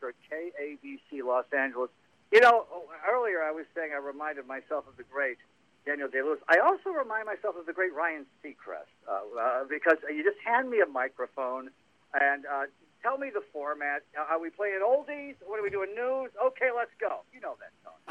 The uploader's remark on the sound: From the Wine Cellar. Makes an unscheduled call in.